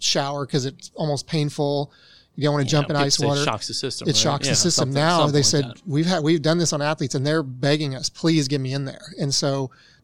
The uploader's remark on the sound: live from the Memorial Hermann Sports Medicine Update